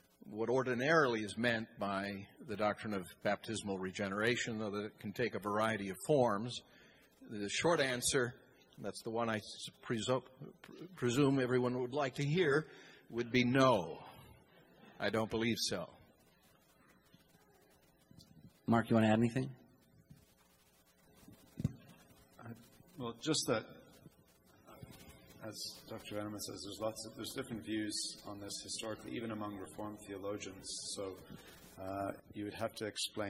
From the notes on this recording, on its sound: the Q&A from the Reformation conference that took place this past weekend in Boise